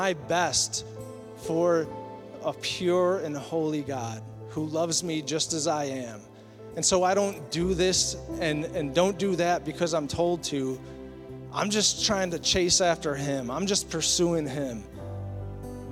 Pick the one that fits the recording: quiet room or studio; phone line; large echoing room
large echoing room